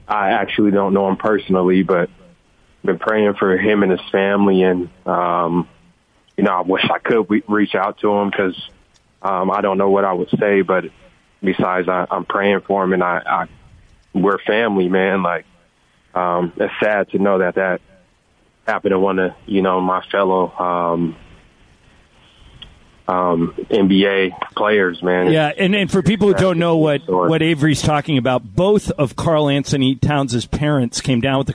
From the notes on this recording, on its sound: Called.